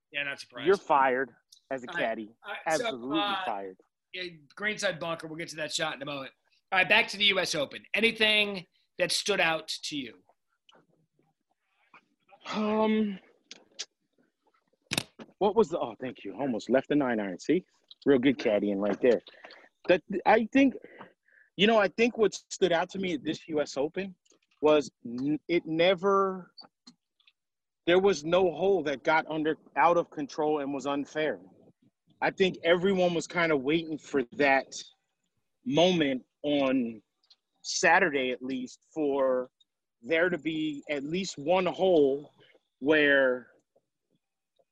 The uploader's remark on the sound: Tee off this podcast literally from the tee. Live from the golf course.